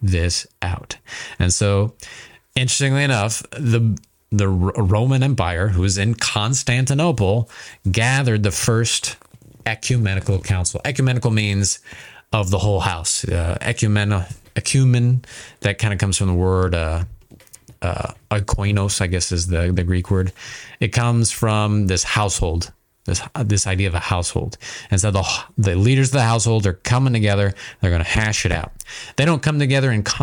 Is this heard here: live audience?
no